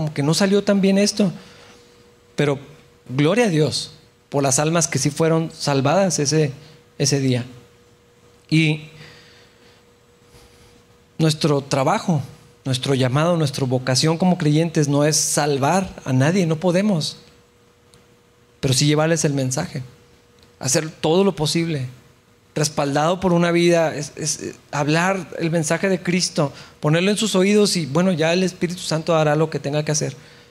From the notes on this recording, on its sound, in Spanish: en la iglesia de Capilla Calvario Chihuahua